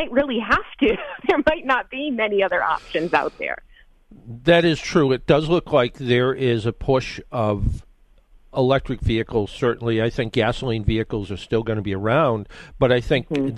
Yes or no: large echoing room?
no